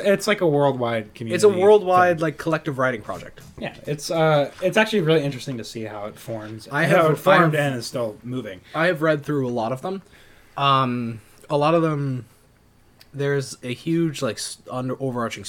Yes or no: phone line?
no